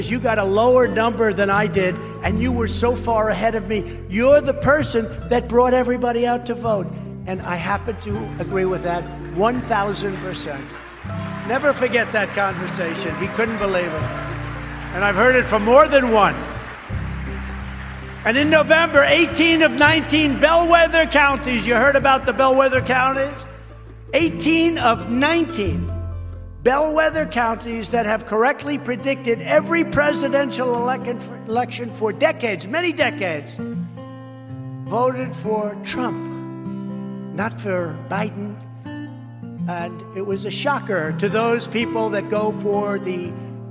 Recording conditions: live audience